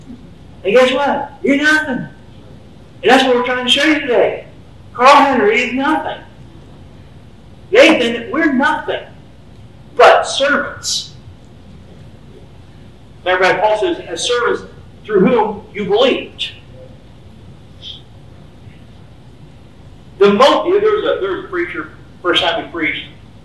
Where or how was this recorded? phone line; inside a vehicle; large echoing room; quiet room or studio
large echoing room